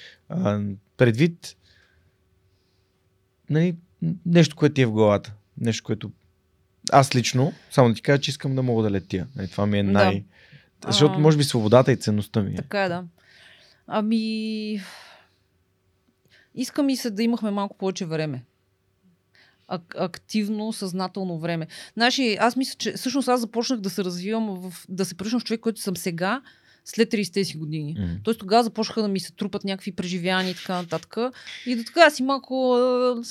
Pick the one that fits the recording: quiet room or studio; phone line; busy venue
quiet room or studio